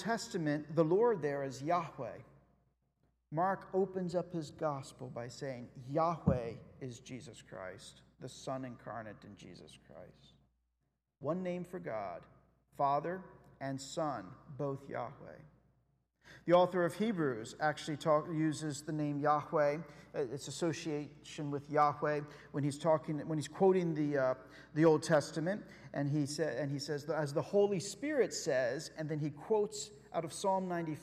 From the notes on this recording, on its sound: Sunday Worship Service - Live stream.